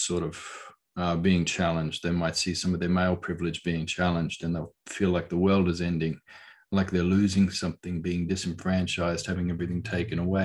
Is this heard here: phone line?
no